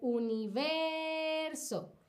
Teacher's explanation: universo es una palabra grave porque tiene la entonación en la penúltima sílaba